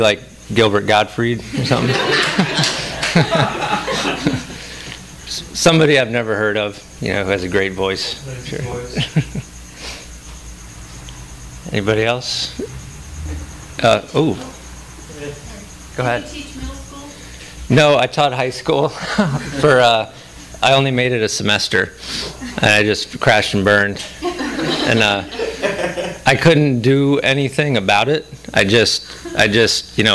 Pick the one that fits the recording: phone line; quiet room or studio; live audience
live audience